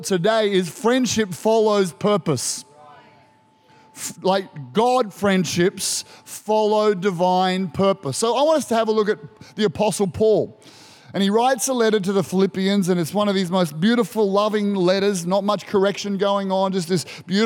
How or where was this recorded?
large echoing room